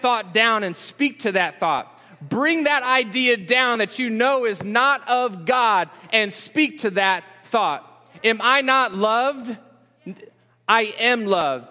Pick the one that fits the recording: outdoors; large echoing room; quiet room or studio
large echoing room